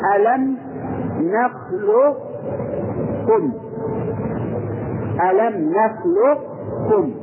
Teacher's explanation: مع إعطاء صفة الاستعلاء اللي هي في القاف للكاف